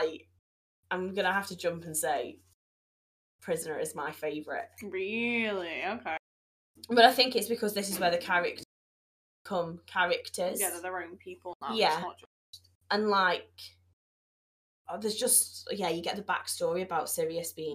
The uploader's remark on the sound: We're continuing season 2 with more audio issues! The first few minutes had to be cut but don't worry, we had barely started.